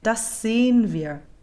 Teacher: Again, if there isn't time to get both out, a German will sing just an unvoiced das sehen wir